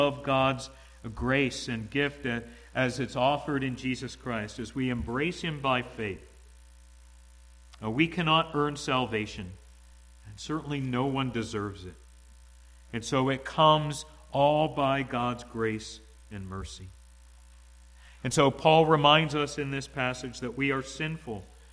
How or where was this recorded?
large echoing room